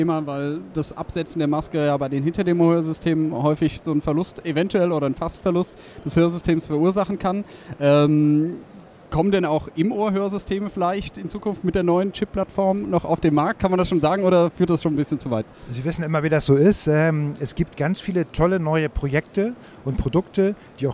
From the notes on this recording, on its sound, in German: Weltweit der größte Hörakustikerkongress dieses Mal in Hannover. Interviews direkt von der Messe.